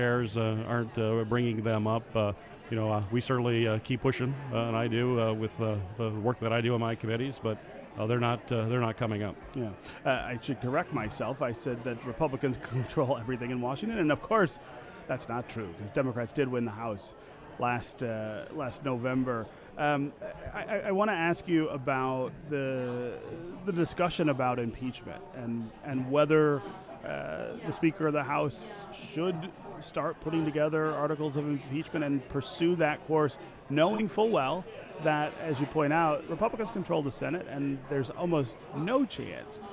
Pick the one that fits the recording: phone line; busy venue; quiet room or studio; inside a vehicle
busy venue